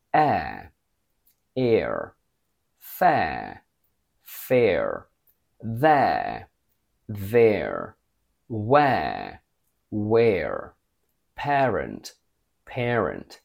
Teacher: In British, we pronounce the diphthong air as a long air, air. And in American, the sound goes down again.